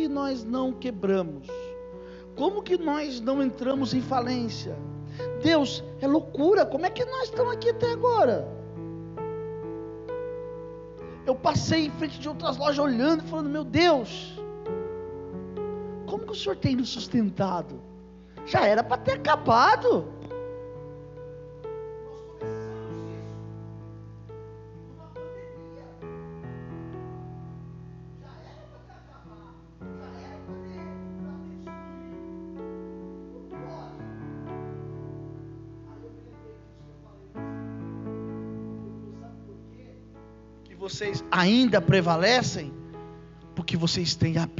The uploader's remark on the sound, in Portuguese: Culto gravado em 04/02/2022 durante a celebração do culto. Durante a celebração do culto de cura e libertação.